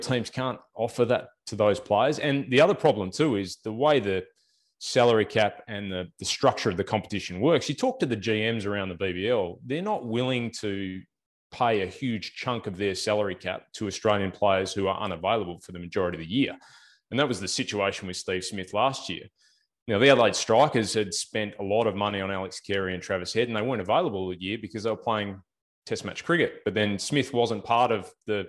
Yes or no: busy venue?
no